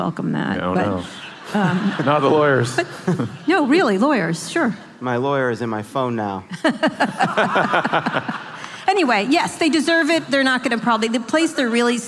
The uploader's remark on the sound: Appearing as a guest on a live taping of their podcast, Pod Save America, in Oakland, California.